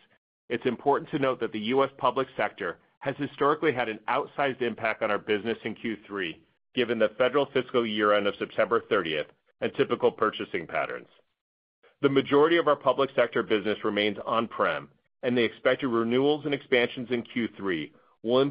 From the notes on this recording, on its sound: Second Quarter 2024 Financial Results Conference Call of Splunk Inc.